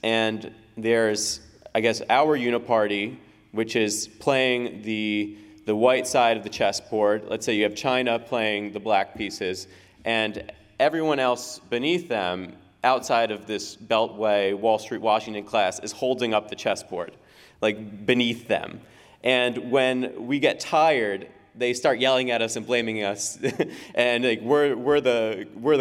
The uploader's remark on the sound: speaks at the Ron Paul Institute's Summer 2023 Conference in Houston